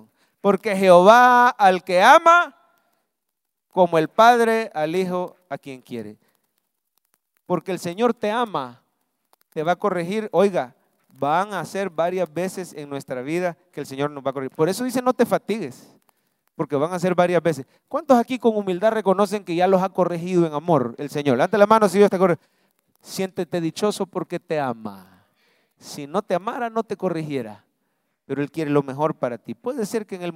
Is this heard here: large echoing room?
yes